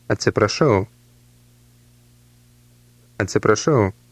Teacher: Note the rolling R sound in the middle of the word.